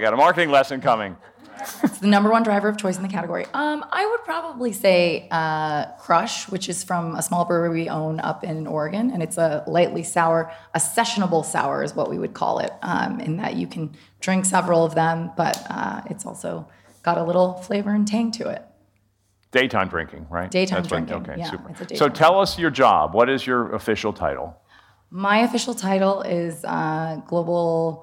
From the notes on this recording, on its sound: This bonus episode of the CMO Podcast was recorded in front of a live audience at the 2022 Cannes Lions International Festival of Creativity.